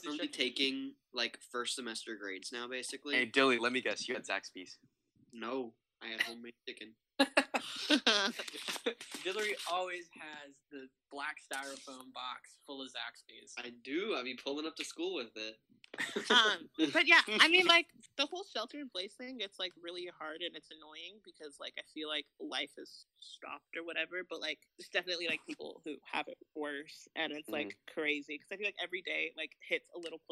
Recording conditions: poor sound quality